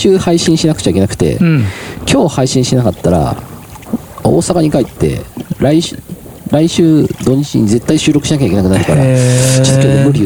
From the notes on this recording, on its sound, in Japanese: 収録場所 洪庵キャンプ場 （山梨県 本栖湖）。今回は、関西圏を飛び出し旅行先の山梨県本栖湖の。ゆるキャン△の聖地、洪庵キャンプ場で収録致しました。富士山が奇麗に見える本栖湖で。